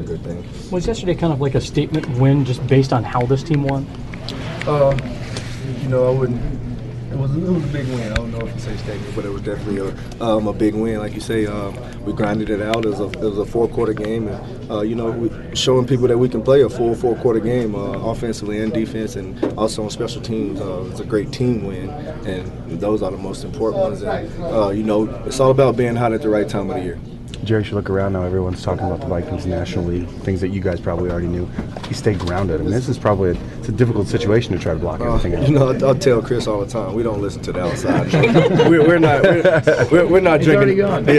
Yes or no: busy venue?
yes